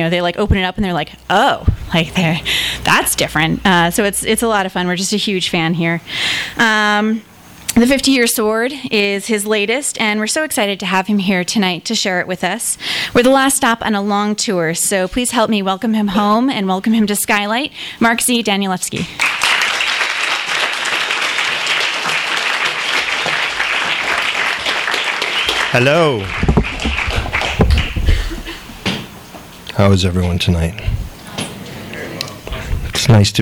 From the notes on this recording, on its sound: THIS EVENT WAS RECORDED LIVE AT SKYLIGHT BOOKS NOVEMBER 15, 2012.